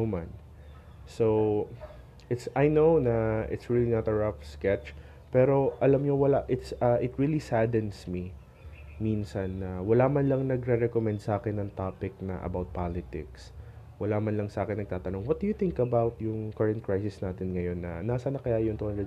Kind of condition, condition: fault, sounds in the background